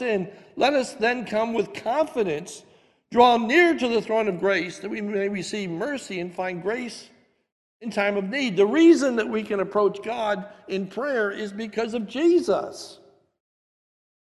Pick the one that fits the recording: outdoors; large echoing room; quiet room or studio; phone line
large echoing room